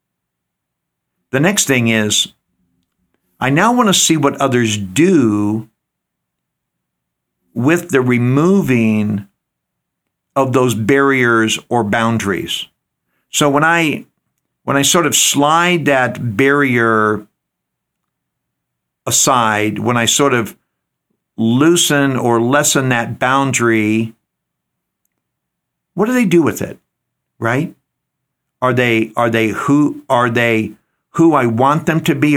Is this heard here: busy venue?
no